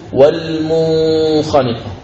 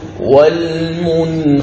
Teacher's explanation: ثم الحرف الأخير هو حرف الخاء نحو قوله تعالى والمنخنقة، المنخنقة نون ساكنة بعدها حرف الخاء، فنظهر النون الساكنة ولا نخفيها عند الخاء · Shown in: second take · لا نقول والمنخنقة، هذا خطأ، نقول والمنخنقة، هذا مثال النون الساكنة. · Term: الإظهار